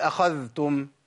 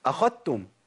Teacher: الإمام حفص يقول أخذتم، والإمام شعبة يقول أخذتم بإدغام الذال في التاء بالكلية · Shown in: second take